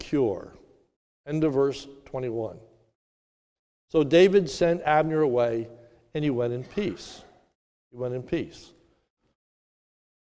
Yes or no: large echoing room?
yes